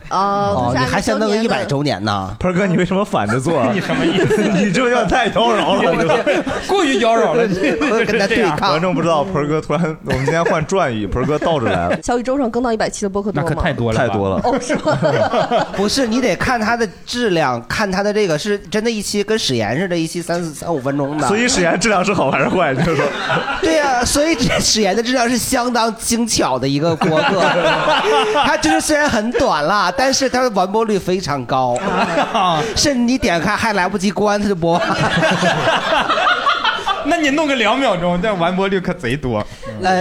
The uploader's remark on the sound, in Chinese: 这是一档由喜剧演员们和现场观众朋友们共同录制的播客节目。